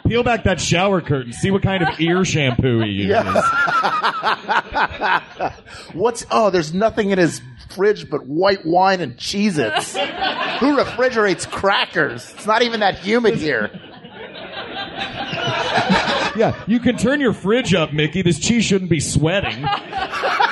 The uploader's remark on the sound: LIVE at Dragon Con